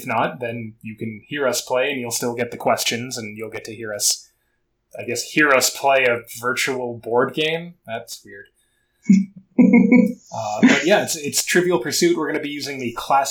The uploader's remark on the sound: The audio quality is lower than normal